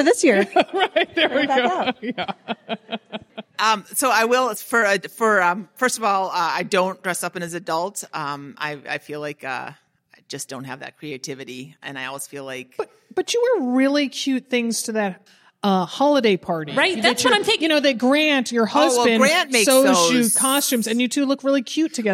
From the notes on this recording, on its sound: Live from the Portland Retreat! In front of a live audience at the Portland Retreat.